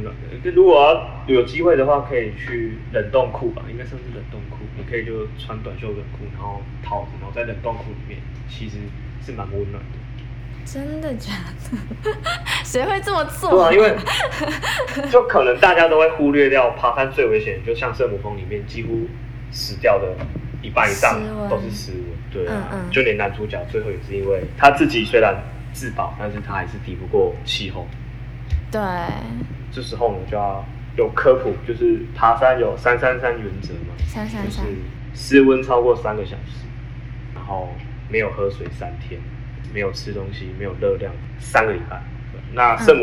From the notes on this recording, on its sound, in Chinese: 這次遠距錄音雜訊比較多還請見諒